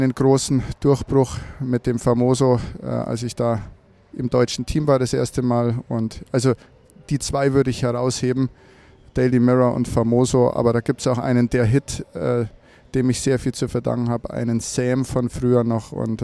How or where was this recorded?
busy venue